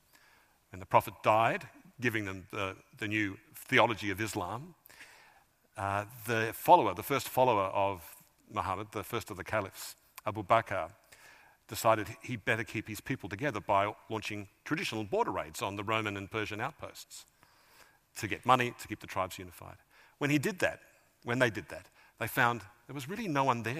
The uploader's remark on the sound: A highlight of the 2023 Auckland Writers Festival.